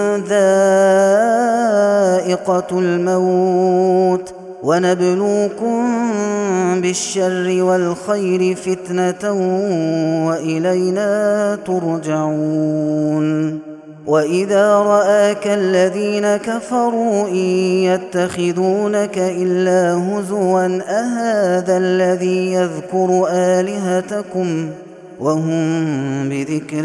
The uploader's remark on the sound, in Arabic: هذا التسجيل من صلاة التراويح